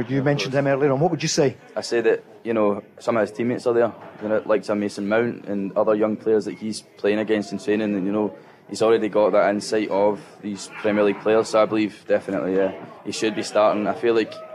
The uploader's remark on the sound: live from The Radisson Red